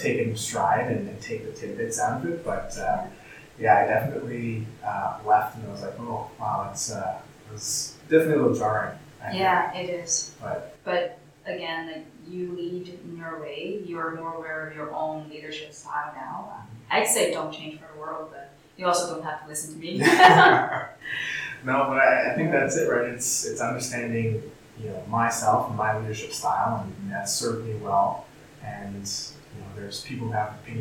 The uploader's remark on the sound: Background noise